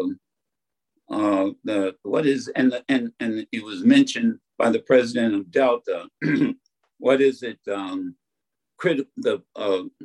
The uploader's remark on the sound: Keynote address to a virtual networking event hosted by The Michigan Banner in conjunction with the Rising of the Phoenix organization and sponsored by Delta College.